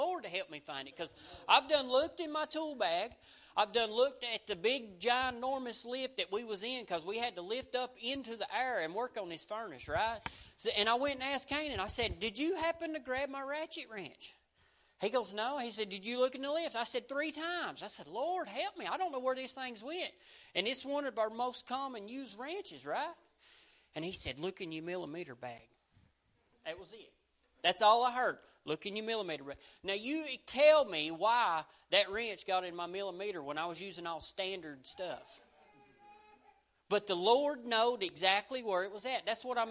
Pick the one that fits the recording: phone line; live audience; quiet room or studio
live audience